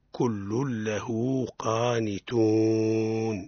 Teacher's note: وإذا هاء الضمير وقعت بين متحركين حكمها الصلة بمقدار حركتين، معناها ألف، والألف يقدر بمقدار حركتين قلناها وضع الإبهام على الخنصر أو البنصر. · Term: مد الصلة